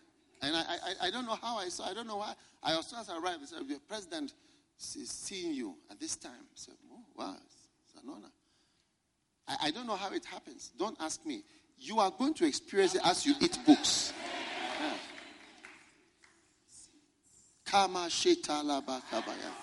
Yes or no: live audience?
yes